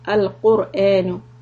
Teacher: Make the qaf heavy, the ra heavy.